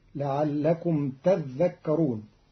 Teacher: قرأ قالون كلمة تذكرون بتشديد الذال فتصير لعلكم تذكرون، وأصلها تتذكرون فأدغم التاء الثانية في الذال فصارت تذكرون.